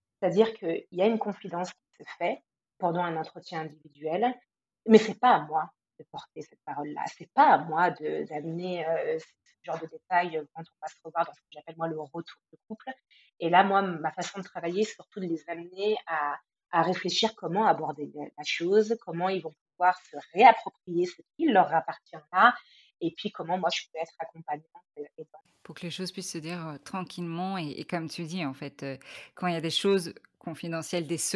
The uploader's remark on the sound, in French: Je m'excuse pour la qualité du son.